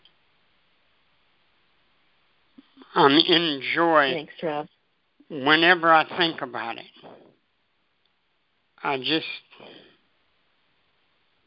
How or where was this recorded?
phone line